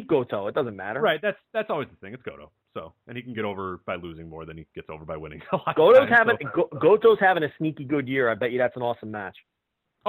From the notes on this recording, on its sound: via phone